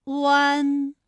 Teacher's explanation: 我说到位。好，我们再来说一下弯的发音要领。双唇呢要先搓圆，舌头后缩，舌位由后高元音呜向前低元音啊抬起，贴近上齿龈处。双唇同时有一个从合变开再变略展的动作，发出前鼻尾复合音